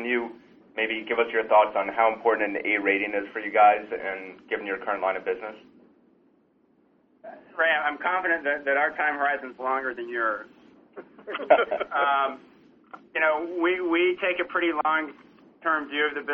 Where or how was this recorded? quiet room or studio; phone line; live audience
phone line